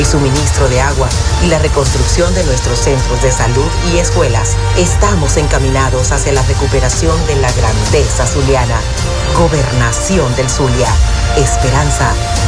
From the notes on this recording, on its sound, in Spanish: en vivo y directo desde el hotel Tubisay del lago en el marco de la ExpoZulia 2022